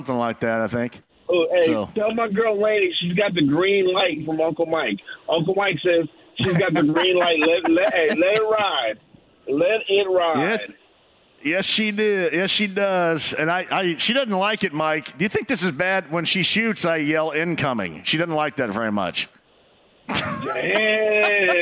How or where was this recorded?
busy venue